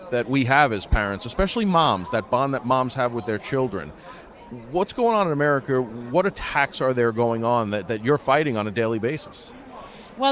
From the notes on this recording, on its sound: doing his show live at CPAC